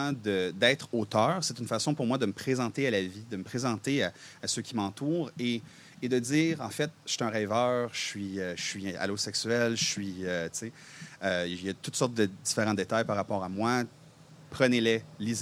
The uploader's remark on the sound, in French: Enregistré sur le sentier culturel de la Ville de Gatineau.